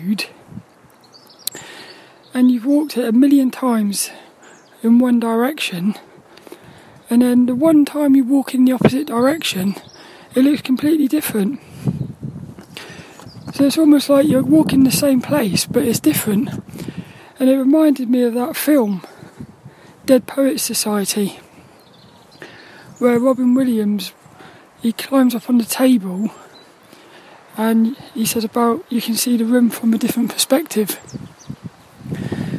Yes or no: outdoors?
yes